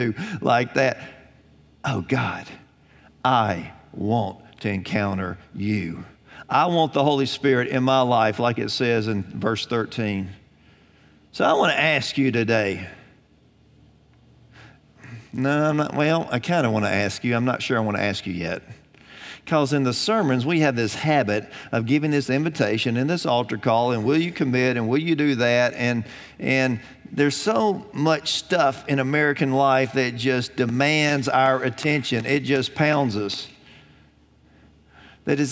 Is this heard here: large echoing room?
yes